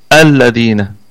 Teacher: يعني لما أبتدي إن الذين هنا سقطت الهمزة، لكن لو ابتدأت الذين مباشرة فهنا تثبت الهمزة الذين. واللام لام شمسية مدغمة، وعلة الإدغام التماثل، يعني أدغمت اللام في اللام